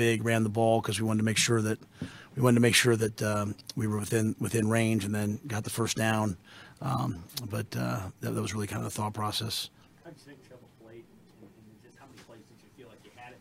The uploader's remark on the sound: Post Game Press Conference following Nebraska's 24-17 overtime loss to Wisconsin.